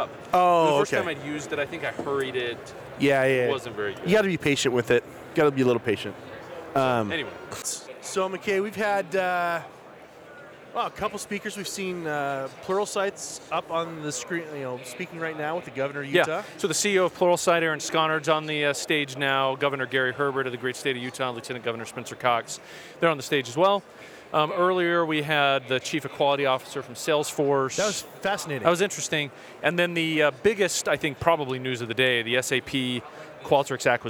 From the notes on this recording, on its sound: We're here at our second Silicon Slopes event